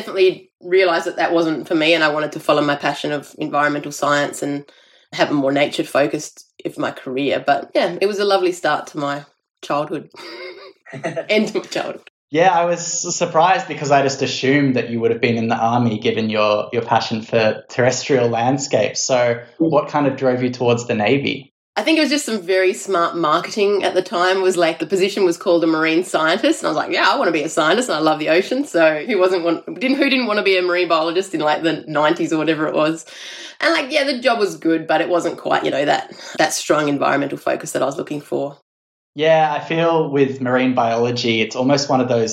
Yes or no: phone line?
no